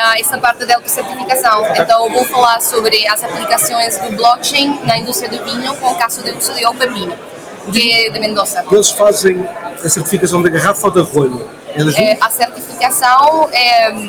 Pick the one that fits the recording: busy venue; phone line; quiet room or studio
busy venue